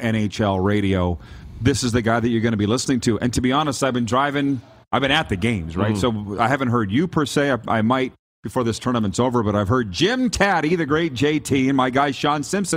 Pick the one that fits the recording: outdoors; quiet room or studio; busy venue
busy venue